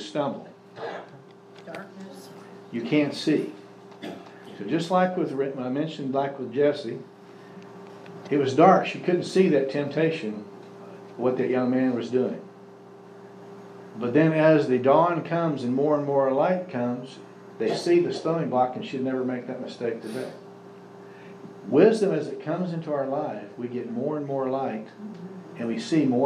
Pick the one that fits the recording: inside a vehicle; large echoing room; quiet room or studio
large echoing room